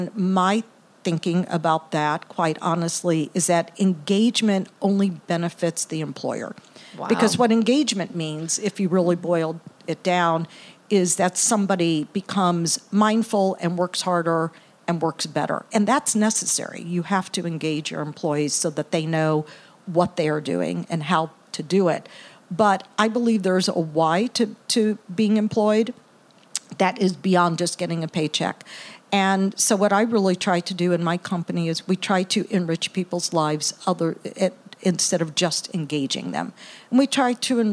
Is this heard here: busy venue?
yes